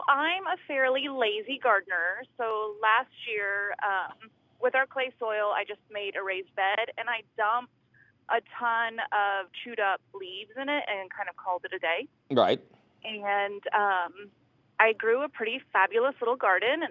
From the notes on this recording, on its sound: Your fabulous phone calls!